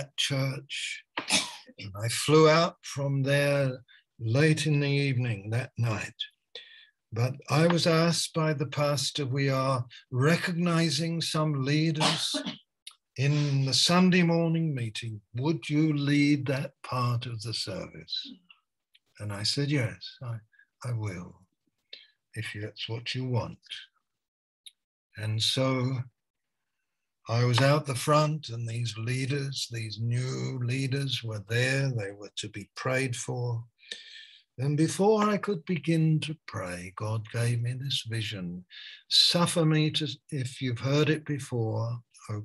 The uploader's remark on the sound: Malaysia Meets (Zoom).